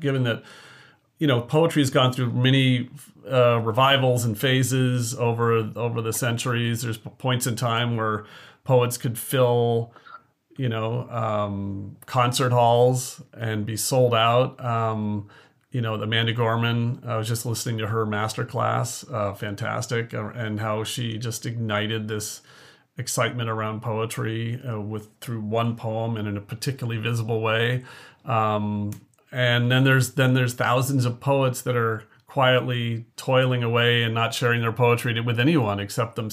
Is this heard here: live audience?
no